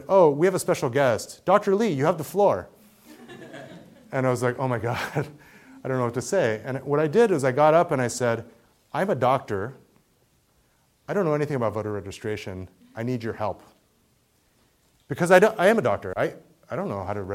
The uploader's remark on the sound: Keynote talk at the 2015 Asian Pacific American Medical Student Association. At the University of California Irvine School of Medicine.